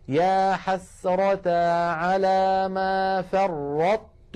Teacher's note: أطبقنا على طاء من غير قلقلة، فرطت فتحنا المخرج على تاء · Term: إدغاما ناقصا